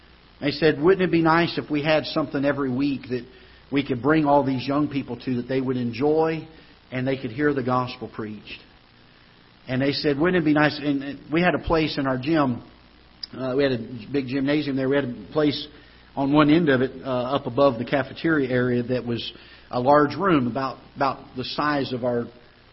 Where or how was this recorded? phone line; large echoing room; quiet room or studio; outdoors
large echoing room